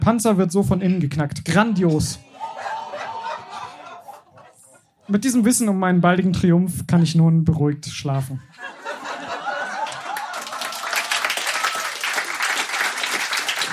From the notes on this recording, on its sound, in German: Beiträge von unserer Show vom 23.04.2023 im Berliner Monarch. Unser tolles Publikum.